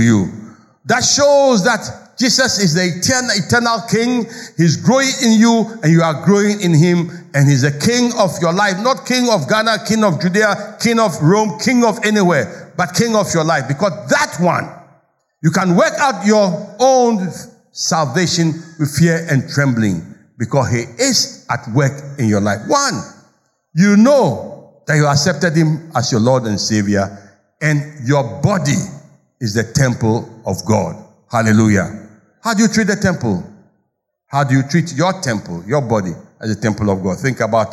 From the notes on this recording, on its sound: Sermon preached at CBC Shiashie Campus